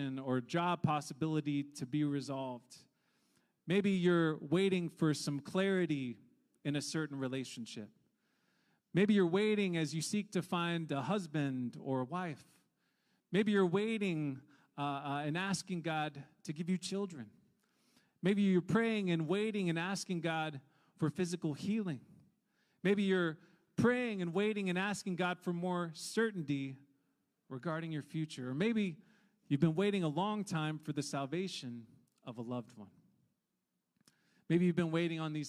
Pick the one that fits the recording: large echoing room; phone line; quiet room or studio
large echoing room